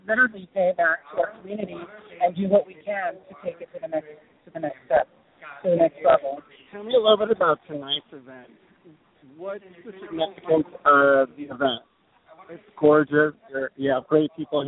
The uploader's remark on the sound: Live from the 2015 HONOR PAC Gala Celebration. La Plaza de Cultura y Artes. Los Angeles, CA 90012.